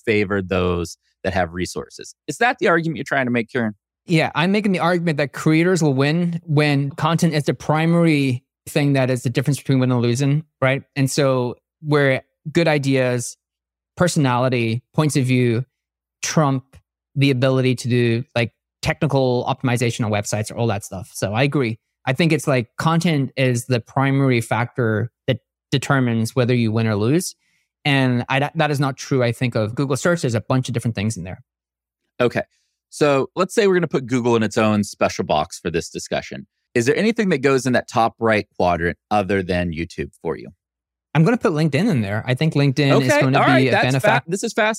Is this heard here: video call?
no